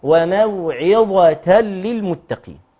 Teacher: رقق العين ثم استعلي بالضاء ثم رقق التاء